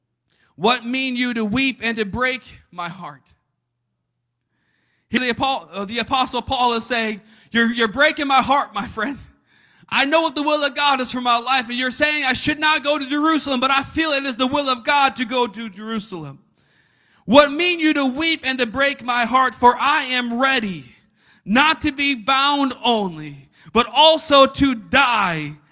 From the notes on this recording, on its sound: a service recording from Connect Point UPC